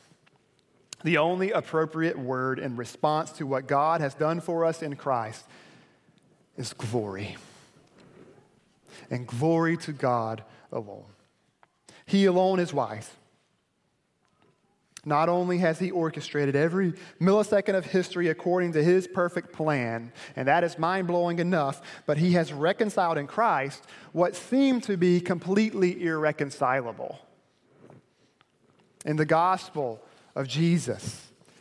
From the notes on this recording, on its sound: delivered at Perimeter Road Baptist Church.